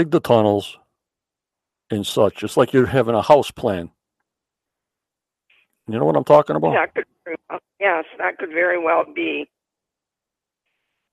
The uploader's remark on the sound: ON THE PHONE WITH HER SYNOPSIS.